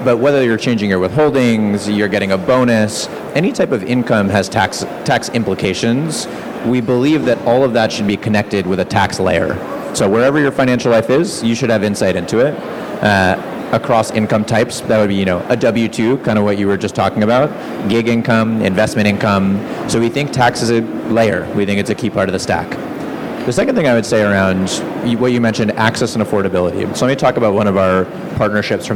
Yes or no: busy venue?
yes